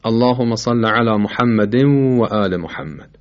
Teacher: مثلا اللهم صل على محمد و آل محمد، که به خاطر قاعده یرملون، ادغام یرملون، تنوین رو در اینجا نمیخونیم، واو رو مشدد میکنیم. به این کار میگیم ادغام، اللهم صل على محمد و آل محمد.